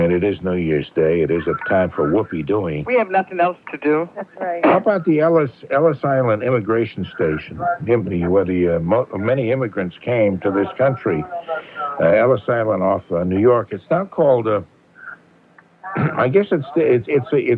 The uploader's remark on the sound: I'm on the phone